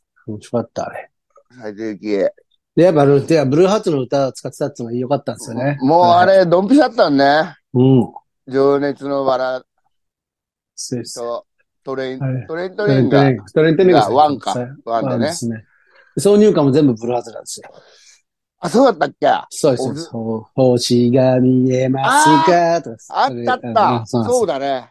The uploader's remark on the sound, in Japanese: ZOOMで収録